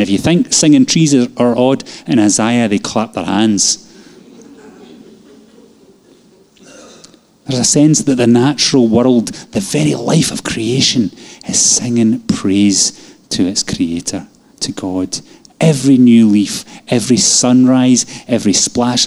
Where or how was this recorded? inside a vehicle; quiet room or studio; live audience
live audience